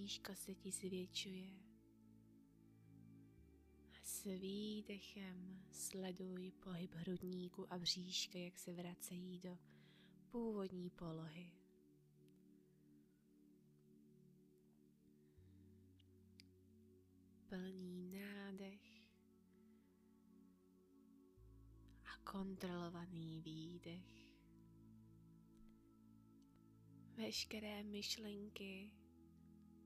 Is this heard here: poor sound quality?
no